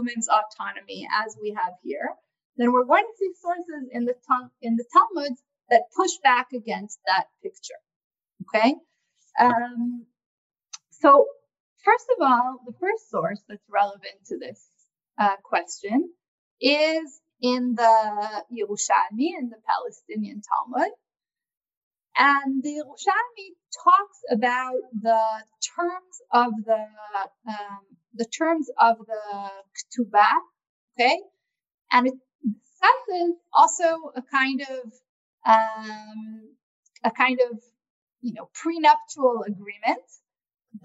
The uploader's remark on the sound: This audio was originally captured from Zoom on 02/18/2021 from Drisha's Spring Zman.